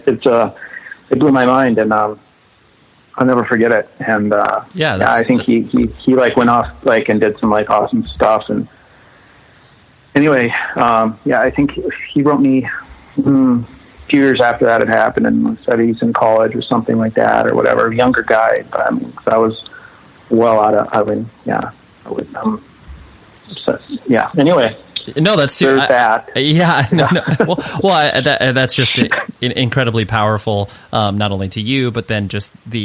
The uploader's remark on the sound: We hang out one afternoon on the phone